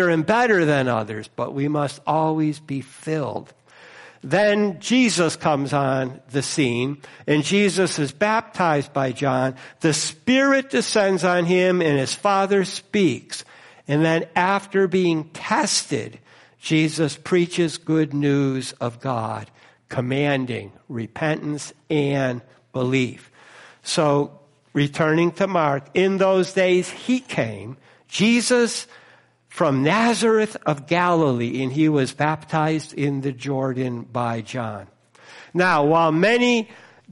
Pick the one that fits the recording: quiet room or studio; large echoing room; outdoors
large echoing room